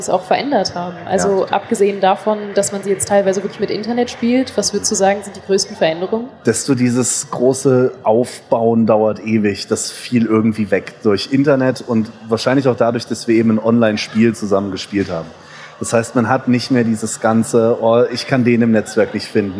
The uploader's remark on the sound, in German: live von der CAGGTUS in Leipzig